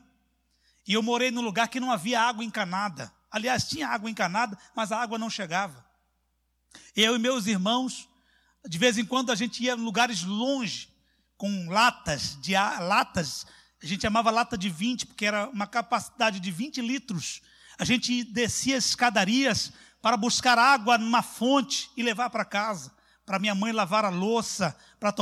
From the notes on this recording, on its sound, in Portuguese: CULTO AO VIVO